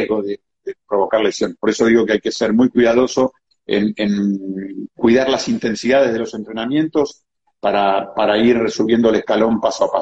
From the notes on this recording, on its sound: VIA INSTAGRAM LIVE